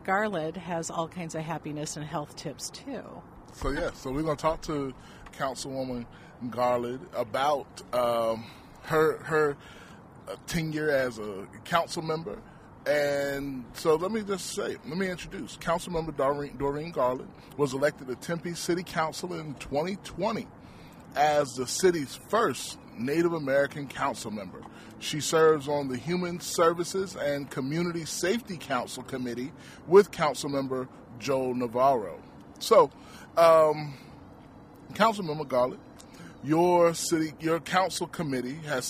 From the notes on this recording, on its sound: We're on location at Tempe Town Lake!